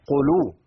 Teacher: القاف هنا حرف مستعلي مفخم وفي مرتبة عليها من التفخيم لأنها في المرتبة الثالثة.